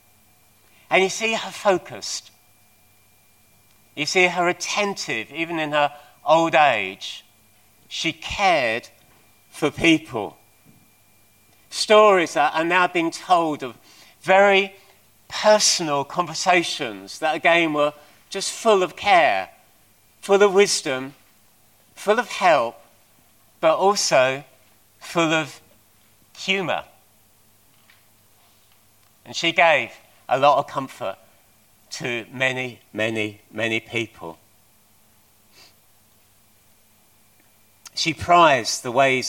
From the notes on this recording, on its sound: At King's Church, Cockermouth, as an audio file.